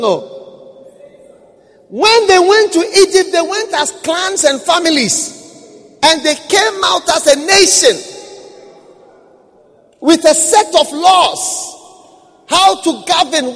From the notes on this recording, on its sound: Preached at the First Love Center.